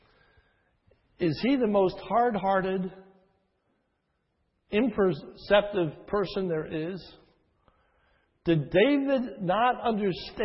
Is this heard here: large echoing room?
yes